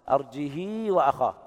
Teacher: بدون همز وإشباع الهاء مع صلتها كسر الهاء مع الصلة